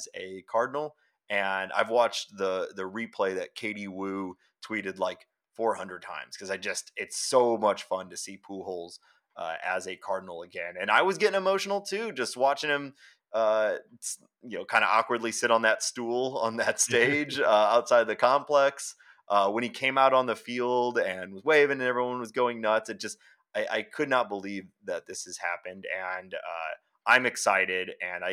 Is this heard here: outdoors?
no